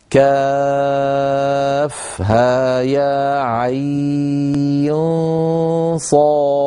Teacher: حرف عين ينطق على 3 أحرف أوسطها حرف لين، ويمد بمقدار 4 أو 6 حركات · Term: مد اللين